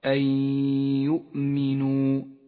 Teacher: أكثر في الآية التالية الإدغام بغنة في قوله تعالى أن يؤمنوا النون الساكنة وبعدها حرف الياء تدغم النون الساكنة بالياء فتسقط النون من اللفظ ولذلك لونت بالرمادي وتغن الياء بمقدار حركتين · تدغم النون الساكنة بالياء فتسقط النون من اللفظ ولذلك لونت بالرمادي وتغن الياء بمقدار حركتين ولذلك لونت بالأخضر أن يؤمنوا.